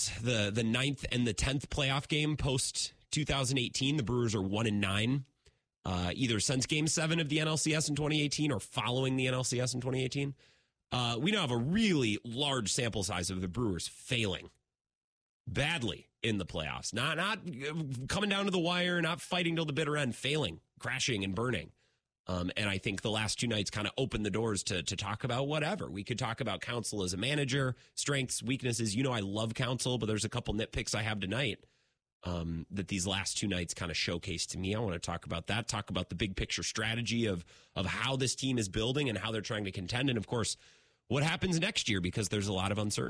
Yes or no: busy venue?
no